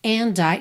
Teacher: Quando a gente tem ND e depois uma vogal, esse D pode sumir ou pode servir de ligação. A gente tem as duas opções.